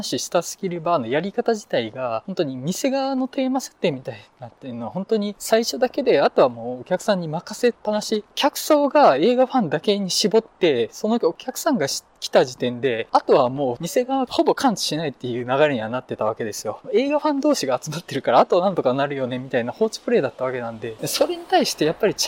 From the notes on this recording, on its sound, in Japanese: 道を歩きながら収録しているのでノイズが多いです。